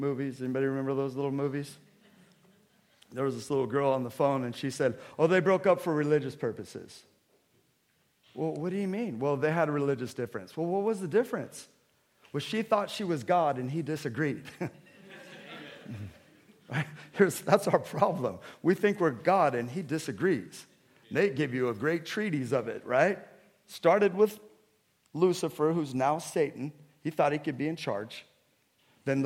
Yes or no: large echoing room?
yes